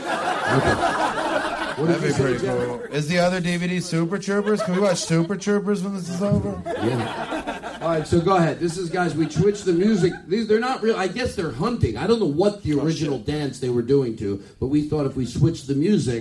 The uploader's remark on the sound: From The Comedy Attic in Bloomington, Indiana! Live from Indiana!